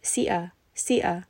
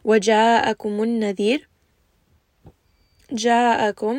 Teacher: See that there is the med, and then inside there is the hamza afterwards. This is a 4 to 5 wajib med, meaning that you must recite this full 4 to 5 counts. · Shown in: second take · It is med muttasil, from the word wasala, meaning connected, because the med and the hamza are connected within one word.